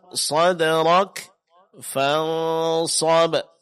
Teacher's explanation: Huruf sad ditebalkan karena dia huruf istila.